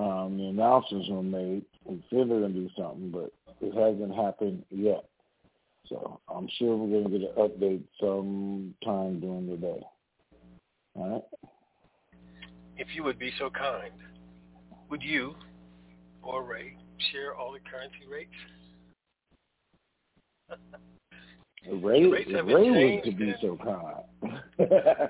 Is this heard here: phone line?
yes